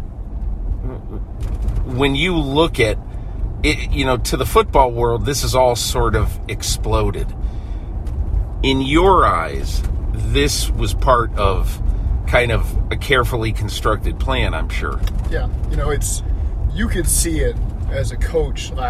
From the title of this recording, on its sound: Driving to work